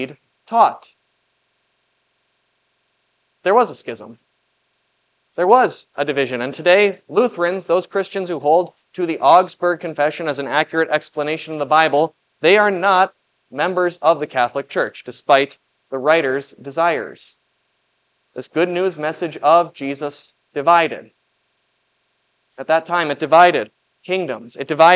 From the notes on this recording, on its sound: Was preached at Grace of God Lutheran on June 25, 2023. This Sunday sermon, based on Matthew 10:32-39, was preached at Grace of God Lutheran.